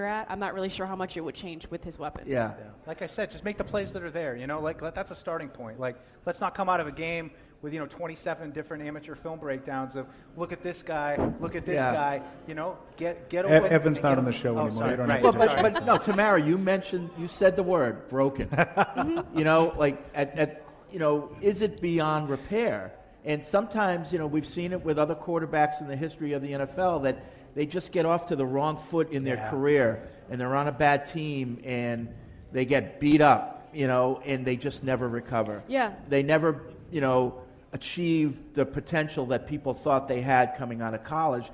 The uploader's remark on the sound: Live from Patriots Haus in Germany. Broadcast direct from the Patriots Haus in Frankfurt, Germany for a special live broadcast.